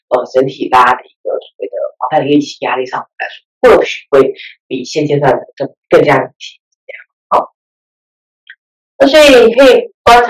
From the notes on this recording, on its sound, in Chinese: 本集的原始檔案音質就不是太好，我們盡力調整了，用耳機聽應該還ok啦！